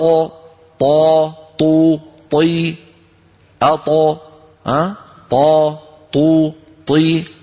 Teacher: فلاحظوا بأن الطاء اللسان قد استعلى فيها · Term: الاستعلاء